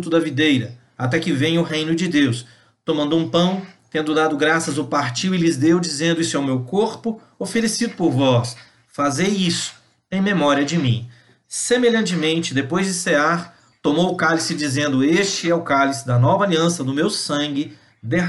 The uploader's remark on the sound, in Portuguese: Palavra compartilhada em uma Live no Instagram